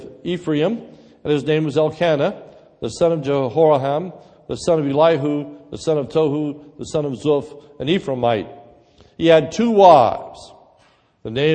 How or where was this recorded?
large echoing room